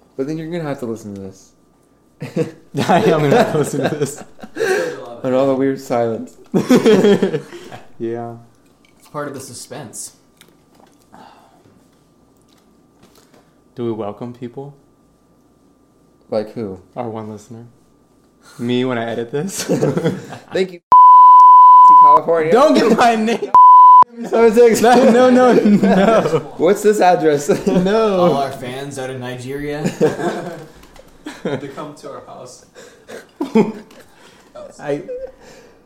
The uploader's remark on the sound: We only have one mic and one set of headphones.